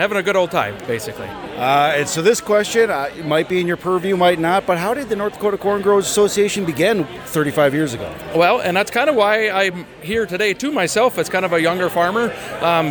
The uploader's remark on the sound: during NDCGA's 35th anniversary celebration on Monday, August 8th in Mapleton, ND